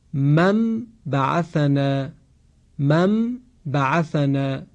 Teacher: به جای نون ساکن یا تنوین حرف میم تلفظ می شود، یعنی نون ساکن تبدیل به میم ساکن می شود · Term: اقلاب